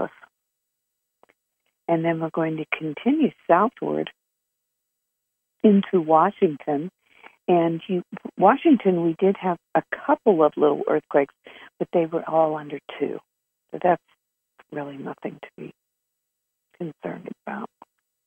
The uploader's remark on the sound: Conference Call LIVE